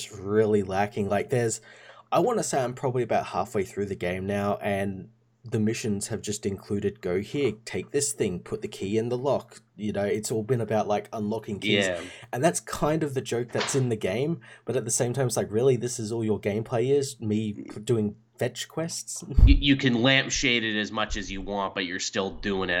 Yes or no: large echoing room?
no